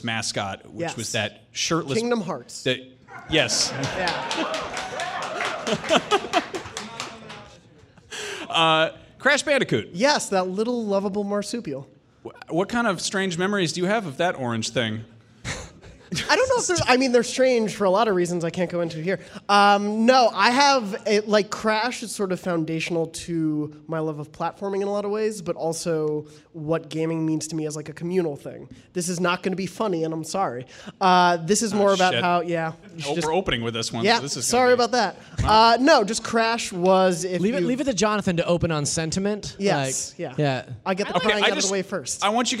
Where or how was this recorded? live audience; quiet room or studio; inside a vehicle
live audience